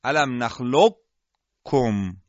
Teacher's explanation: شما بگین الم نخلقکم، یعنی رفتیم در مخرج حرف قاف اما فقط درشتی حرف قاف رو انجام دادیم بدون اینکه قلقله قاف رو ادا بکنیم و بلا فاصله حرف بعد از قاف یعنی حرف کاف رو · Term: ادغام ناقص